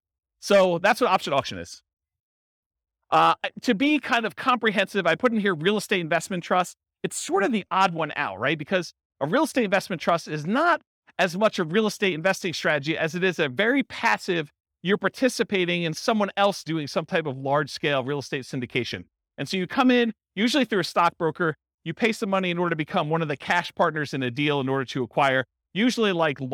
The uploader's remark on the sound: This was a live class recorded.